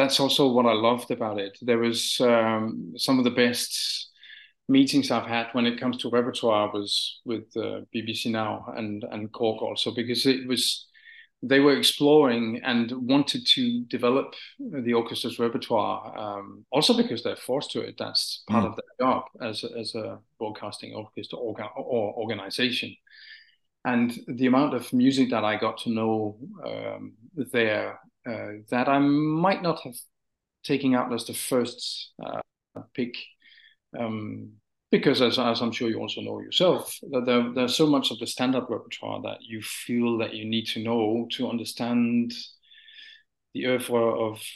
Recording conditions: video call